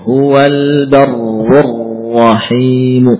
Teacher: di huruf ro-nya diupayakan tidak banyak menggetarkan ujung lidah